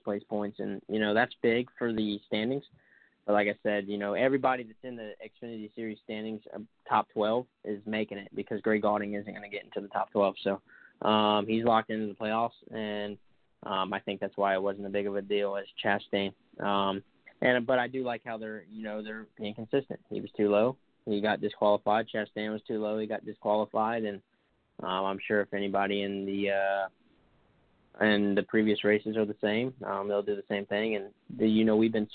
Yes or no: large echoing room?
no